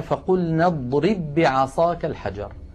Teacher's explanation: اضرب آخرها باء ساكنة، بعصاك أولها باء متحركة، فهنا لابد من إدغام الباء الأولى في الثانية